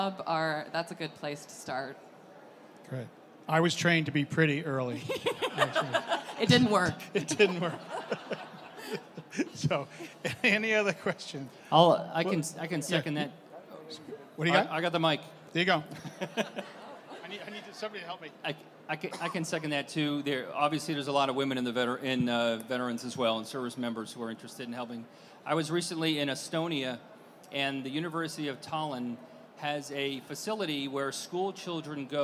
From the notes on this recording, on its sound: Recorded live from the KBISNeXT stage.